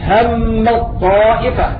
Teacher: وأيضا في الإضغام الصغير مثل هم الطائفة، أضغمت التاء في الطاء حتى ننطق بطاء مشددة